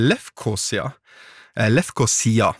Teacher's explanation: Lefkosia, med trykk på siste stavelse